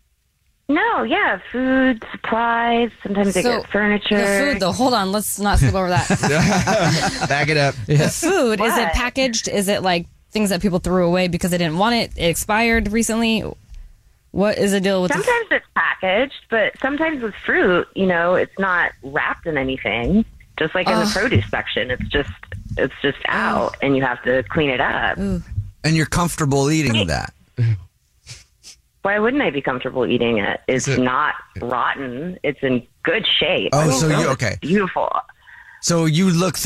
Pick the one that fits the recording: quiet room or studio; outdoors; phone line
phone line